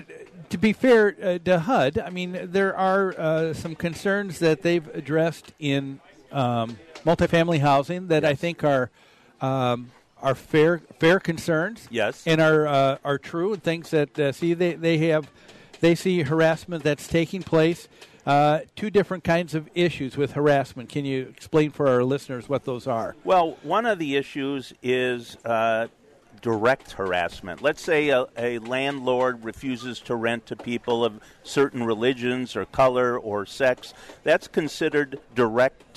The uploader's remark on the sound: Live from the MN State Fair